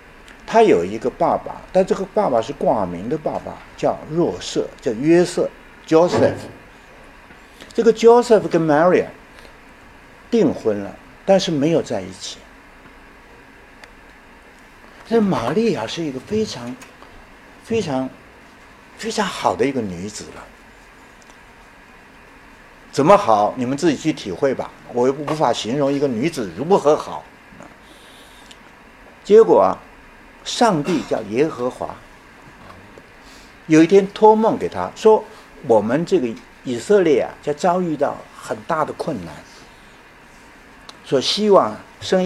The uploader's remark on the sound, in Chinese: 本论坛是由 兴全基金与 复旦大学、中国科技大学、同济大学合作发起的 一项高端人文论坛。本系列音频是由“复兴论坛”系列讲座录音整理而成。